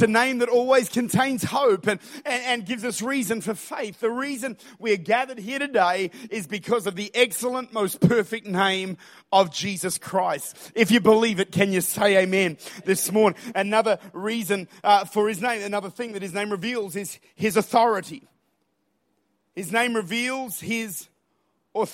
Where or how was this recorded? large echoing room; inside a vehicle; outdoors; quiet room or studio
large echoing room